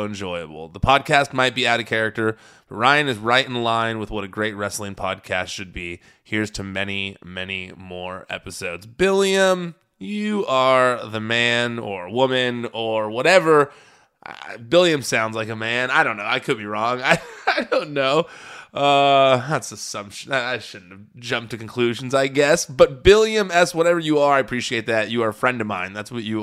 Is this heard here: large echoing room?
no